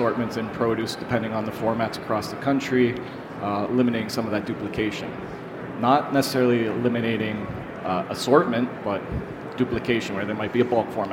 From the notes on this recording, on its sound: In this episode, we listen to the recording of the Learning Lounge from the recent CPMA’s Convention and Trade Show in Toronto.